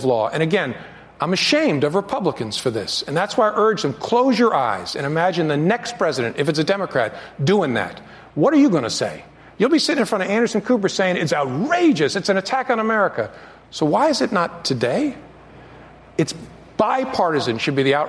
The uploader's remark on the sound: Answers questions during a live town hall hosted by CNN. At William And Mary.